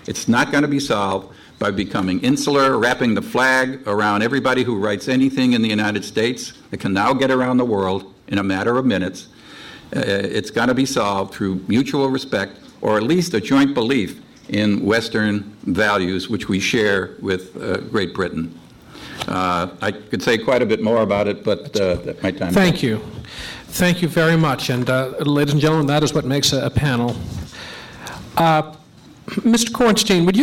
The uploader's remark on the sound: Libel Tourism, “Hate Speech,” and Political Freedom, a conference held by The New Criterion and the Foundation for Defense of Democracies.